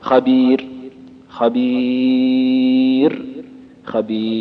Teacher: ثلاثة أوجه كلها مع ترقيق الراء